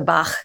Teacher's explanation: Velar is referencing the part of the mouth where that kind of point of contact is. So it's the same place where you make like a k sound · Term: velar fricative